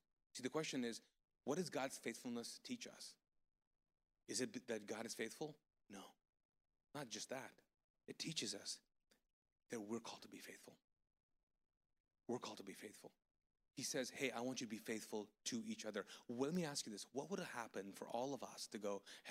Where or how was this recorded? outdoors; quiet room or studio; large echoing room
large echoing room